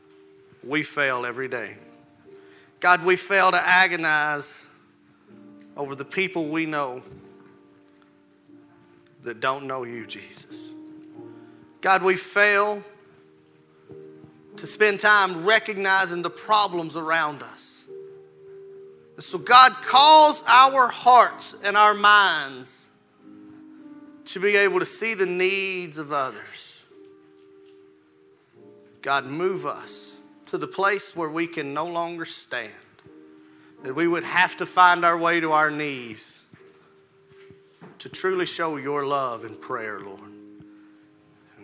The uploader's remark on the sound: Rocky Valley Baptist Church morning service